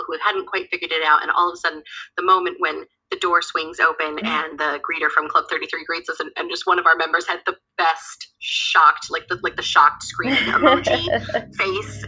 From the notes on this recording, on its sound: We apologize for the sound quality of this episode!